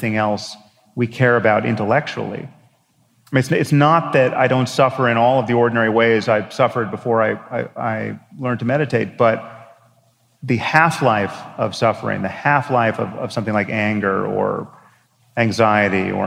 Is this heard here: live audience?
yes